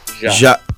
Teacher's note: If you want to get really Portuguese about it, the J, the pronunciation of the J is more like Ja. Ja? Yeah. So it's a little softer. · Term: Portuguese J